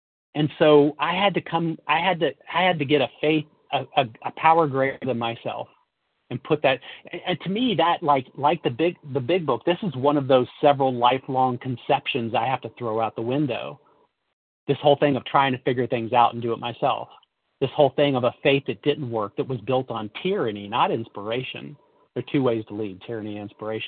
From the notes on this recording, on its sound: from the 100 Pounders Phone Meeting